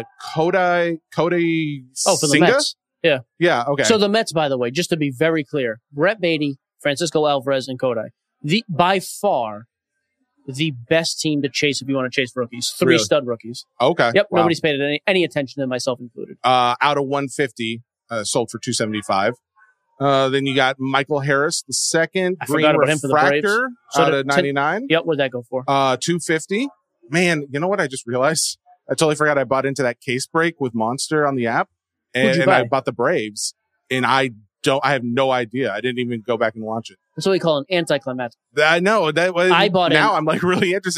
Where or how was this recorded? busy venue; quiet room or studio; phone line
busy venue